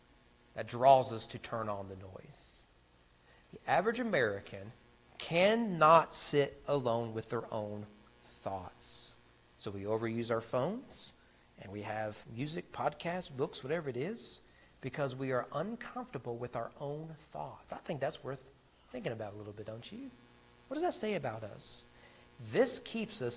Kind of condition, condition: setting, large echoing room